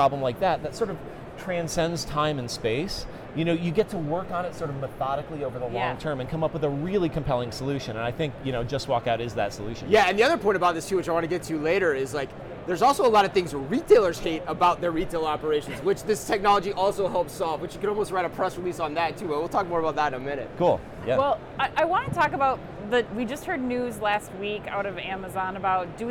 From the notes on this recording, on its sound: Live From NRF. LIVE FROM #NRF2024.